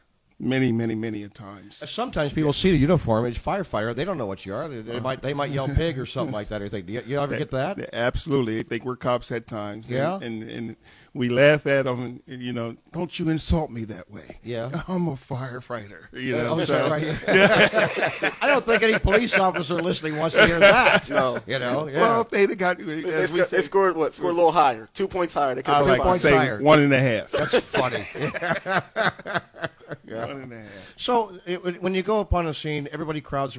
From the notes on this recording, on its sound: Broadcasting live from Wilmington Fire Station #5 in Trolley Square to kick off the 100th Anniversary Celebration of the Wilmington Fire Department